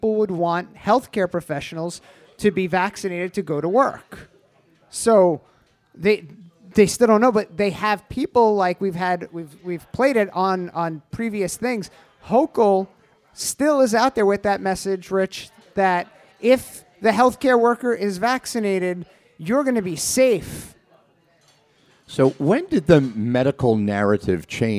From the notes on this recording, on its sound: Recorded LIVE in front of an audience at Staten Island, New York's Castleton Corners Pub. Over drinks and even a few questions from the audience.